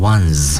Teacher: 由于它是那个浊辅音结尾，所以发音的时候呢要读成浊辅音 z